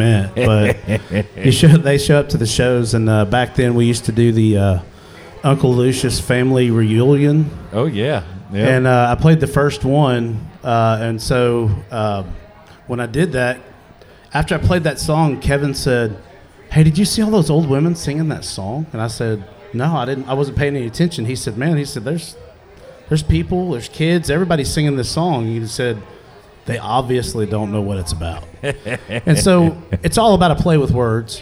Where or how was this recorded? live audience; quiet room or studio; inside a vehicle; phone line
live audience